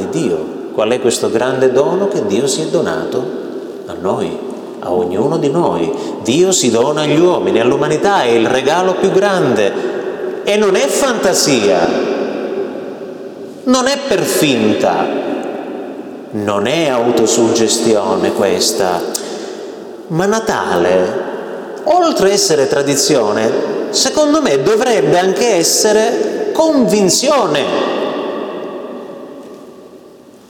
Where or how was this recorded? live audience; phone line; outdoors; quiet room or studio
live audience